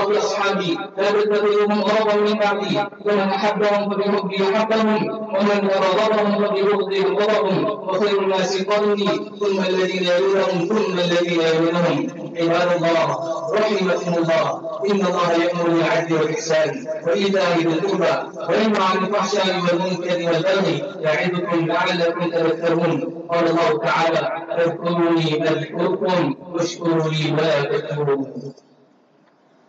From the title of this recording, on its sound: LIVE JUMAH FROM DARUL ULOOM NEWCASTLE